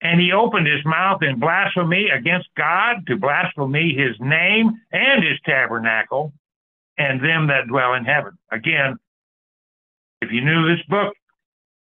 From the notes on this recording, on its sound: The Sunday December 10, 2023 Call in Bible Study.